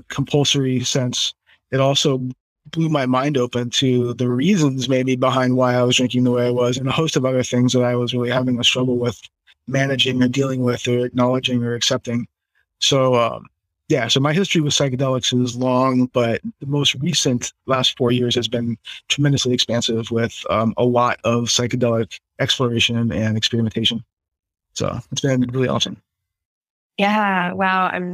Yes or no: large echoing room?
no